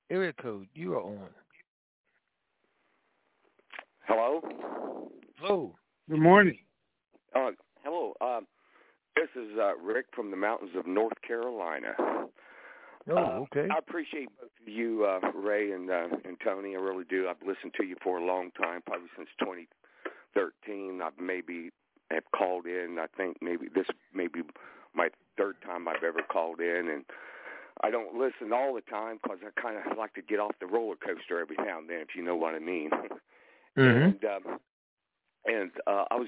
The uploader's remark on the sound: TNTSuperfantastic Conference Call